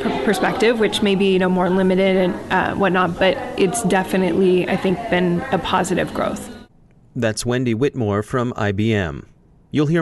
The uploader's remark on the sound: joins us from the 2017 Women in Cybersecurity Conference